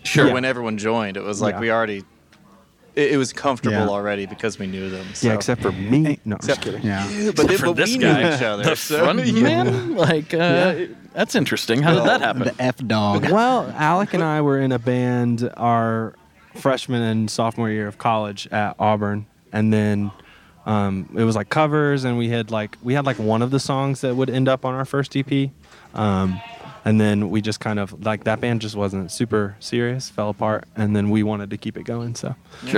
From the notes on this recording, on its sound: These Fairwell Fest episodes are recorded in the "green room area' of the festival and it is a much different environment than I'm accustomed. You'll notice the vibe is slightly different, but not in a bad way.